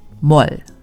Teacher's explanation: in place of 뭐를, you are likely to hear a single syllable 뭘, which is the contracted form of 뭐를